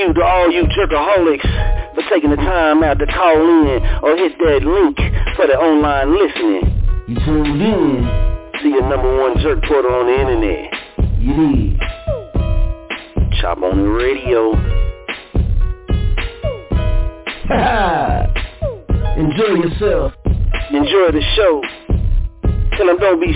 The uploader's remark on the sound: Tonight we have few guest callers calling in and will be speaking with us.